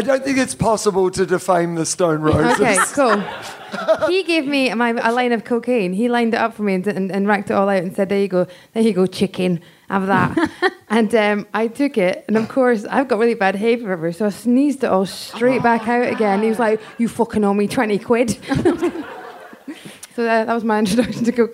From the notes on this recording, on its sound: Recorded live at the Soho Theatre in London.